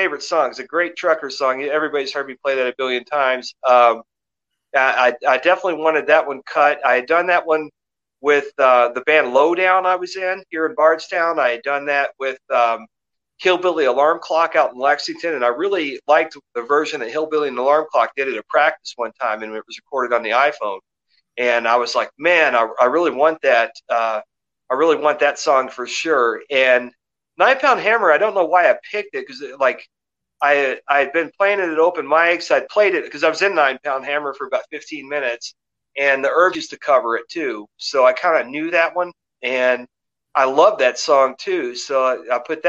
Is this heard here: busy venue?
no